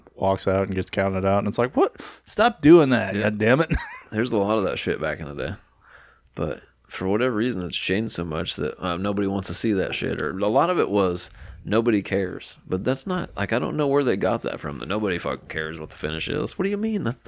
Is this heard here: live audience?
no